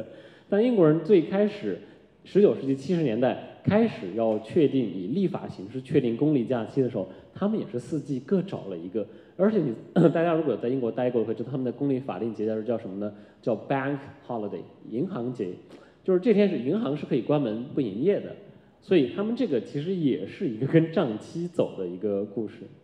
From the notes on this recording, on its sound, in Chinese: 艺述电影在艺海剧院小剧场举办了一场迎新活动。以下是讲座现场的音频录音。